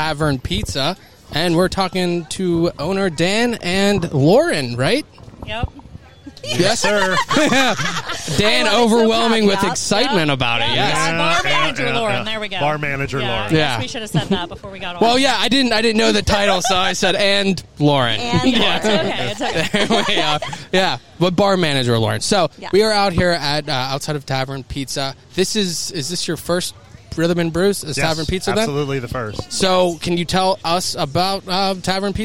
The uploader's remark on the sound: LIVE from Rhythm & Brews 2023